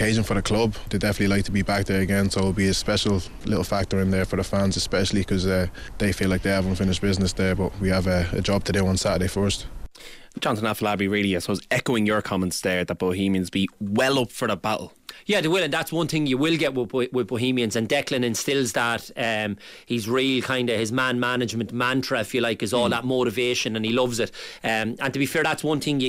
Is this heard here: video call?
no